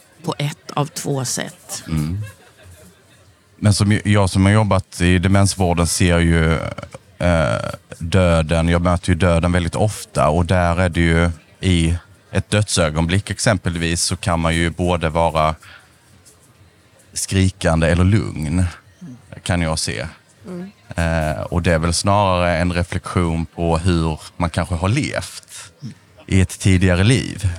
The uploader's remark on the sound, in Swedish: Allt på restaurang Smaca i Kristianstad. I solsken och inför publik.